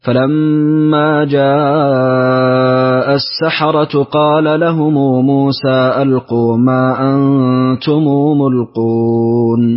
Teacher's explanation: أقرأ بصلة ميم الجمع لقالون